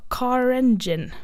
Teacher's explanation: Fordi at den R-en da gjør det enklere å gå over fra vokal til vokal. · Term: linking R